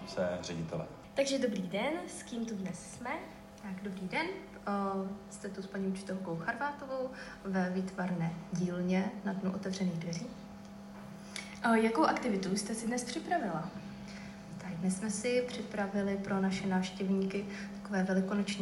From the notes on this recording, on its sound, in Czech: live rozhovory s návštěvníky školy přímo v jejích prostorách